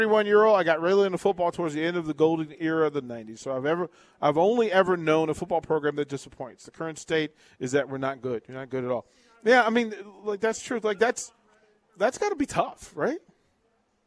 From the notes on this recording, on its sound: Live from Wingstop - 28th & Pine Lake.